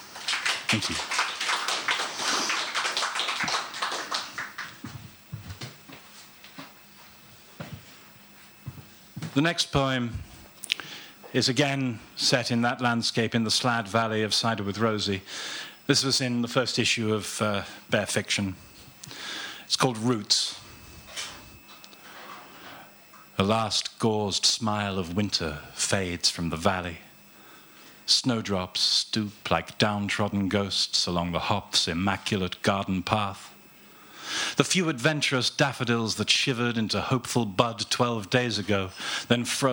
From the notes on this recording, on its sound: This live recording was made on April 30th 2014 at the Gwdihw Cafe Bar in Cardiff during the launch of issue 2 of the magazine.